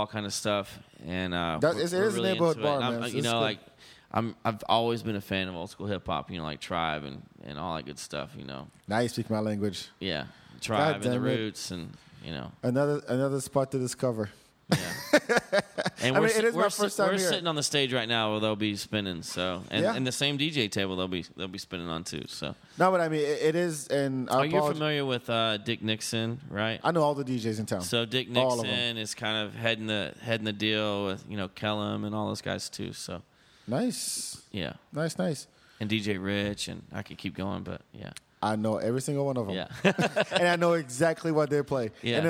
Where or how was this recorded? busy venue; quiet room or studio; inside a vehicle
busy venue